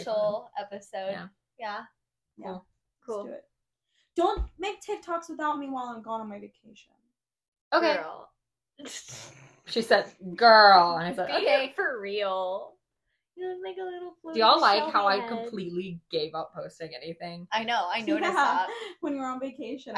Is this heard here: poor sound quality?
yes